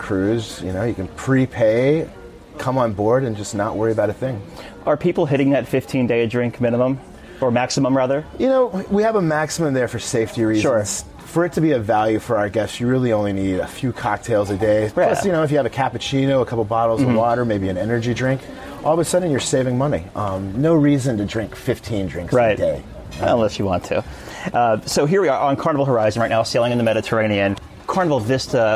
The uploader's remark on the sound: Carnival Horizon Live Broadcast. We are broadcasting straight from Carnival Cruise Line's newest ship, Carnival Horizon.